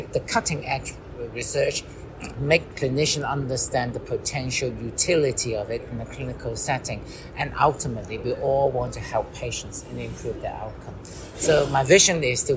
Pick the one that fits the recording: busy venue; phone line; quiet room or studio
busy venue